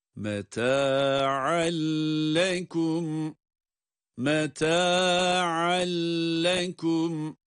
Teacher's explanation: ayın harfi iki üstünüyle, yani üstün tenviniyle lam harfine idgam edilerek okumaktayız · Sanki lam harfinin şeddesi varmış gibi. Buna biz idgamı bilavunne diyorduk, hatırlayınız.